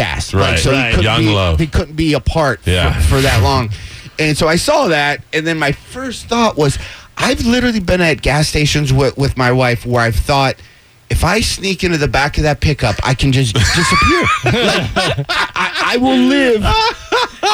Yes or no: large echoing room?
no